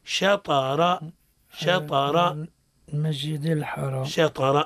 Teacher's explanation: شطر الطاء هو ساكن من حروف القلق